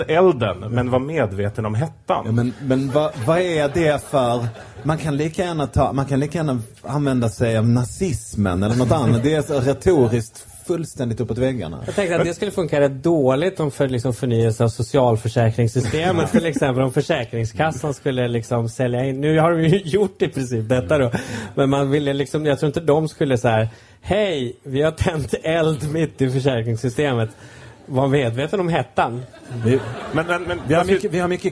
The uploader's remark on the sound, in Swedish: Inspelat live på Kägelbanan i Stockholm.